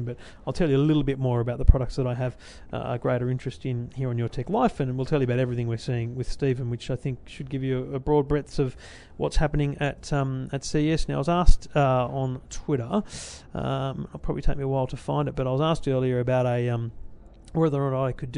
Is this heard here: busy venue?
yes